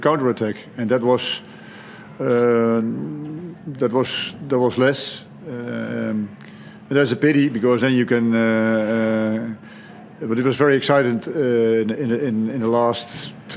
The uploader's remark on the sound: Post-Match Press Conference. Hyundai A-League Round 15.